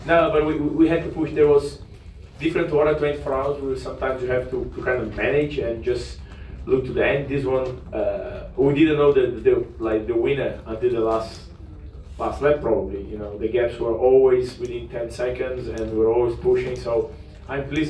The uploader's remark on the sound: Live from Daytona